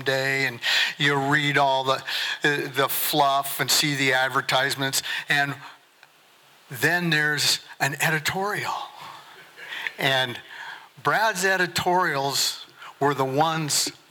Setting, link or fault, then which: setting, large echoing room